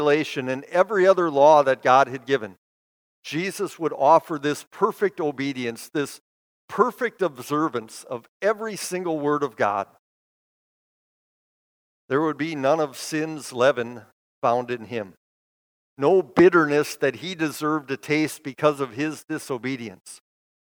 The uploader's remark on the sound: Bethany, Appleton, WI. Preached this sermon at Bethany's Maundy Thursday worship.